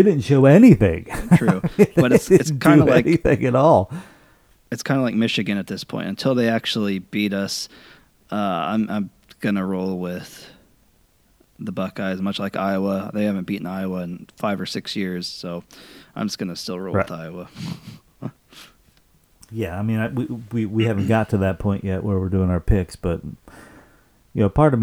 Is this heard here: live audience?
no